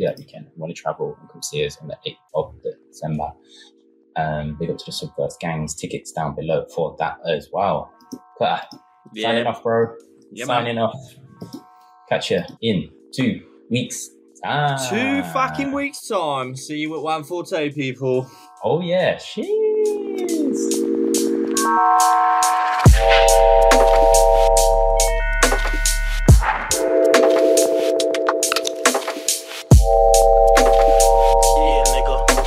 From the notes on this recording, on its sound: Apologies for the Audio issues on this Episode.